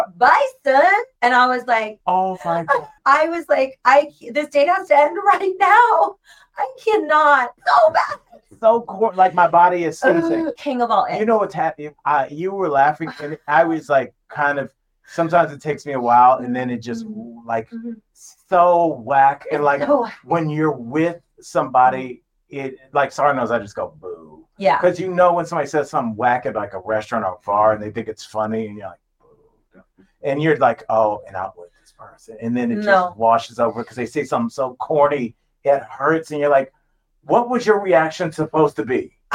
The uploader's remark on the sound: We tried to work in some new technology and it kicked us directly in our auditory nether regions . The audio is not great.